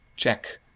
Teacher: It's the dress vowel with a nice firm stop, actually, two of them afterwards. · Term: checked vowel